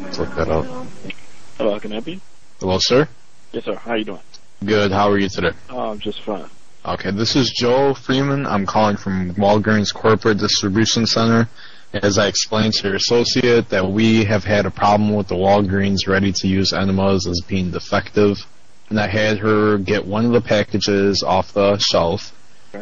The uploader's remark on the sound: RBCP's Personal Prank Phone Calls Collection